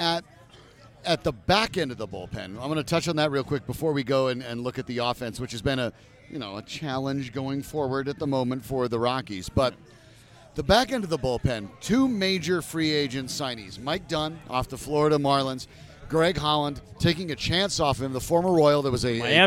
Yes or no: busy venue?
yes